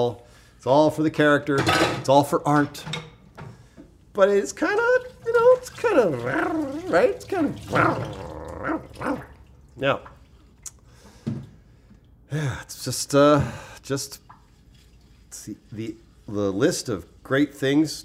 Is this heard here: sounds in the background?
yes